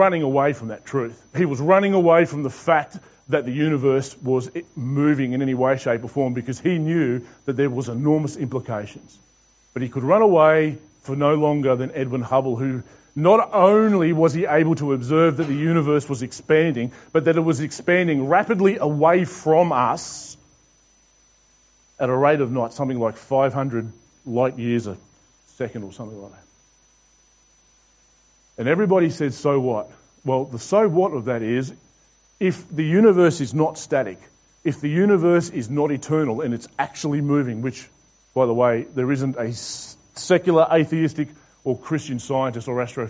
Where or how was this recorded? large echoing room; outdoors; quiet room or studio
large echoing room